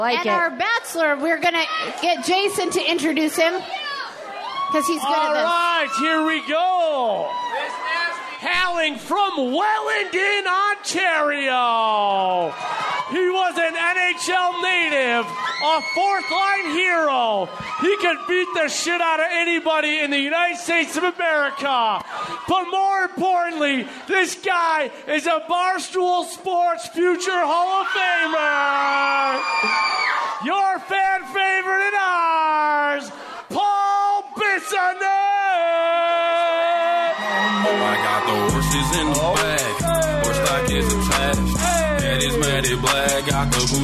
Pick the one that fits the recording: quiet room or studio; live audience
live audience